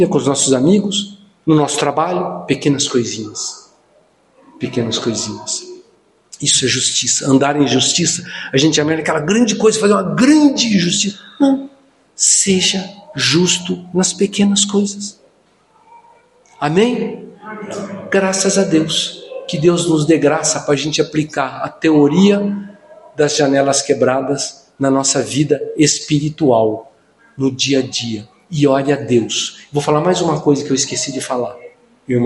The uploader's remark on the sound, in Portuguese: no culto do dia 20/08/2023